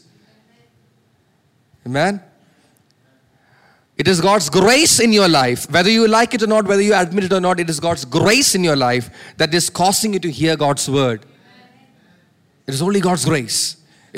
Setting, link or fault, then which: setting, large echoing room